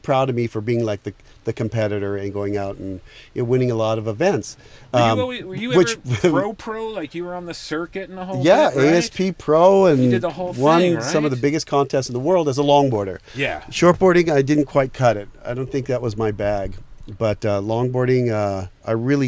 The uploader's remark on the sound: Our first episode recorded in the #YEWbus